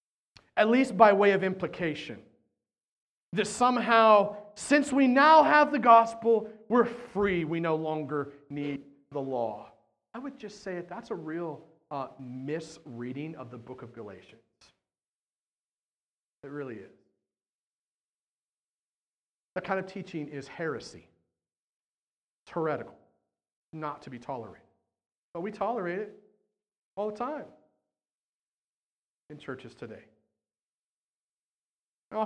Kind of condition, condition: setting, large echoing room